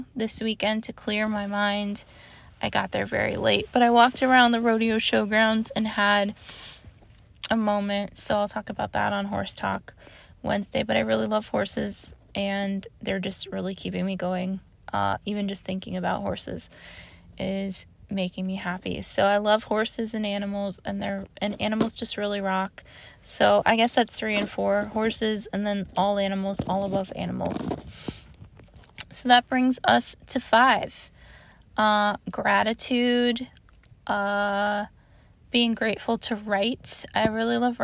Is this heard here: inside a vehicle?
yes